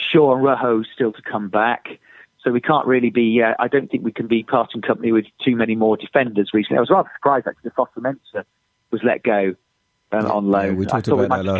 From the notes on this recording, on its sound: On the phone.